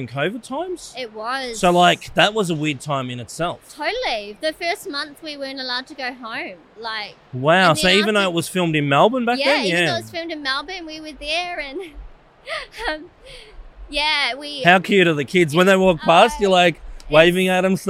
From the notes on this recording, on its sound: filming live on location at Brickvention 2023